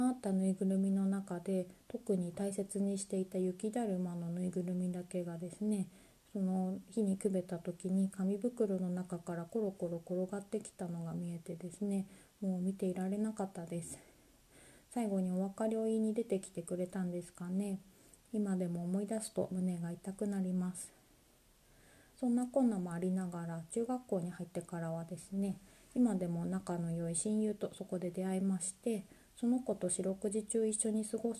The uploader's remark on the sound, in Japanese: 朝一番に収録したため、やや音量が小さめです